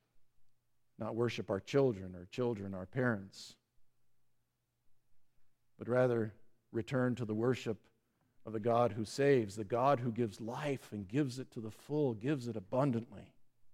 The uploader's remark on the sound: Listen to the service on the Parable of Great Banquet at Grace Evangelical Lutheran Church, Lexington, MO.